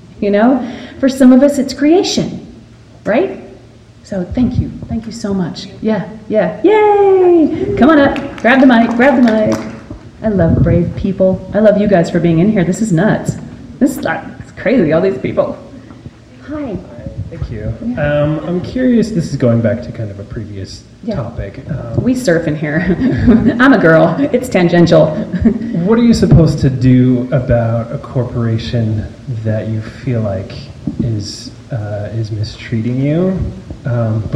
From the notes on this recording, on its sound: Live from Salt Lake City. Talks to fans live from Salt Lake!